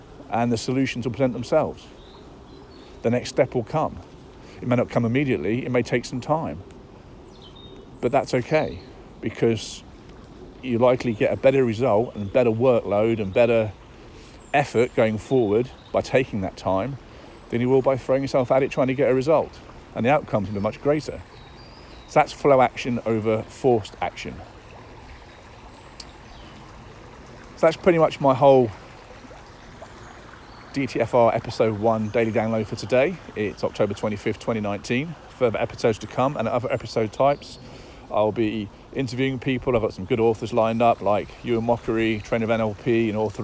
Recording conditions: phone or laptop microphone